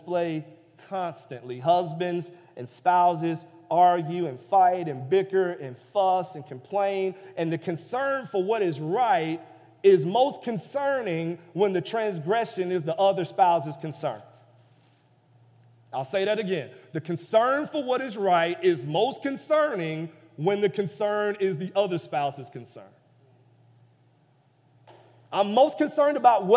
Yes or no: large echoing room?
yes